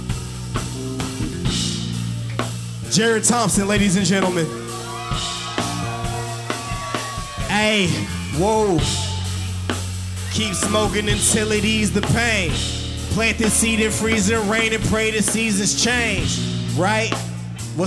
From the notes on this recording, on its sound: This performance was taken from the Chreece music festival hosted at the white rabbit cabaret in 2019